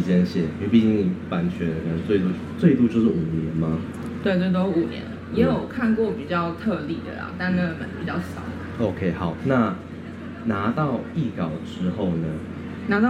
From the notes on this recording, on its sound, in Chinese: 本單元為南方家園小客廳與逗點學校聯合制播，也是首次以「Live Podcast」的形式在2023年讀字公民市集上錄音。